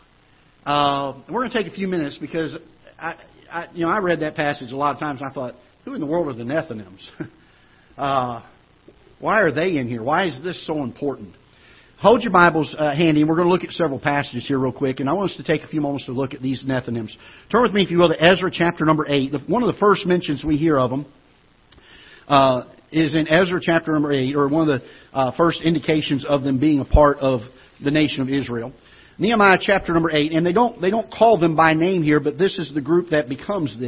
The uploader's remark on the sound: Ketha Heights Baptist Church ~ Live Broadcast.